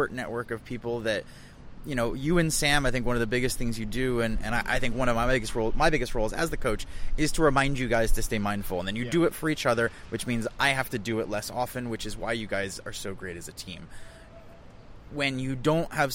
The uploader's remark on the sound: Live from Coworking Europe